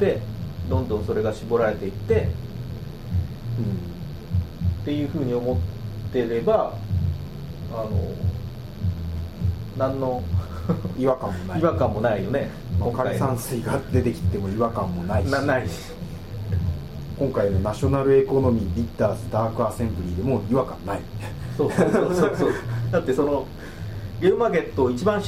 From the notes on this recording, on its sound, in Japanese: １月に録音したものです。音質が悪く聞き取りづらいかと思いますがご容赦ください。